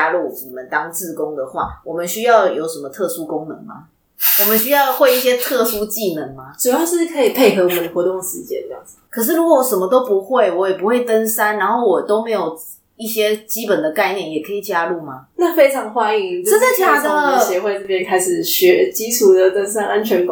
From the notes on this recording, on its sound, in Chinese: 這次換了新的錄音環境(終於可以跟垃圾車音樂 say 8181) 導致收音不清楚